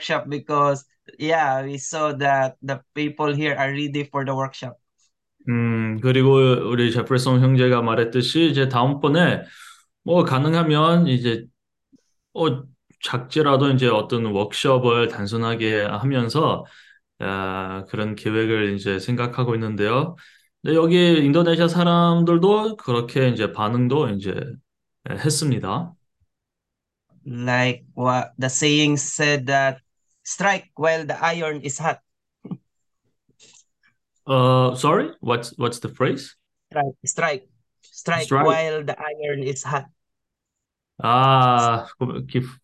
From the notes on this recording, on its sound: zoom meeting